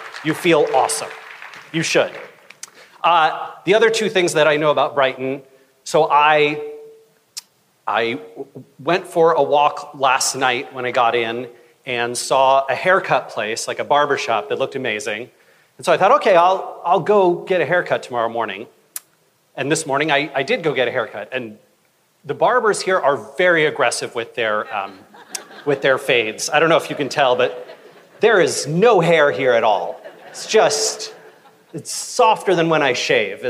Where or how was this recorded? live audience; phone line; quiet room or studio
live audience